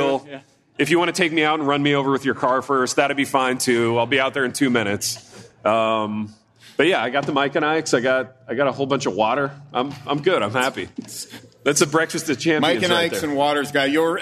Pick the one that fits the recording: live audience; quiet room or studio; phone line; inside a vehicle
live audience